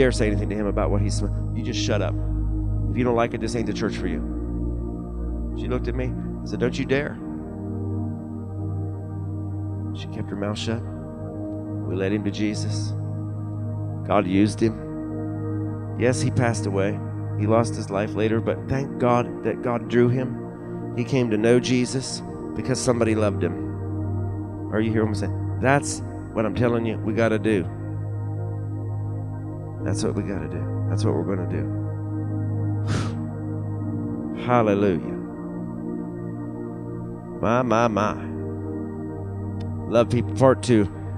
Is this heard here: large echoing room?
yes